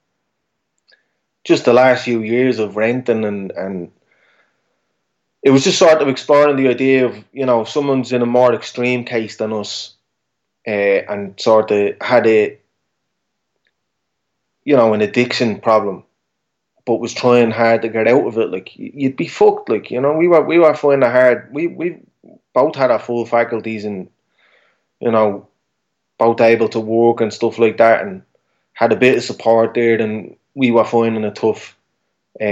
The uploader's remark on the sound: Over Skype